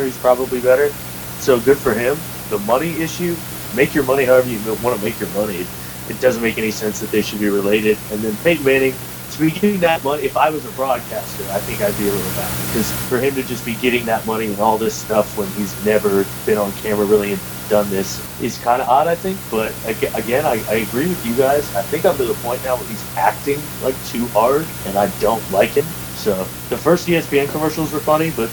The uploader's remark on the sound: Attacked by sound problems this episode